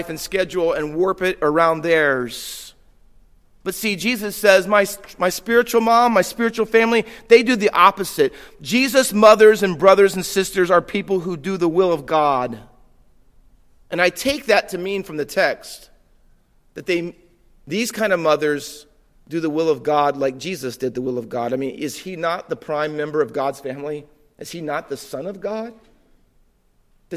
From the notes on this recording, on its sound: Faith Baptist Church in Hamilton, NJ.